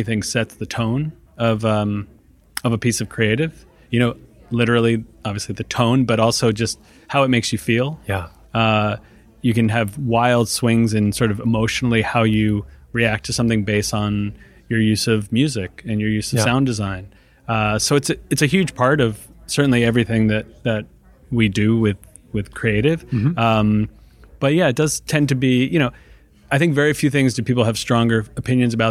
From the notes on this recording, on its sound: Live from Advertising Week